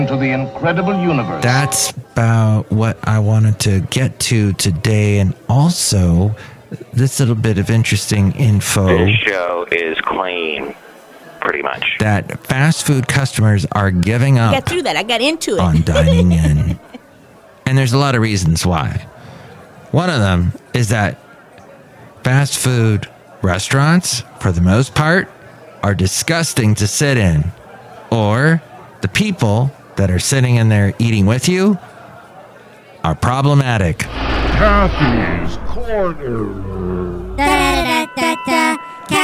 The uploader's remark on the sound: podcasts live from Café Anyway